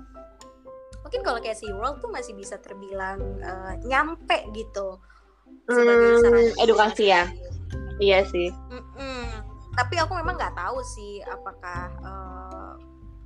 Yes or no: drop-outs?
yes